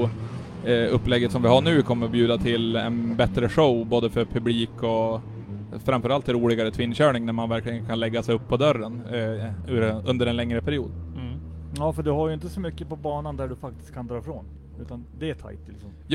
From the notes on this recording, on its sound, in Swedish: Vi gör en livepodd från depån, under den pågående SM/RM tävlingen på Mittsverigebanan.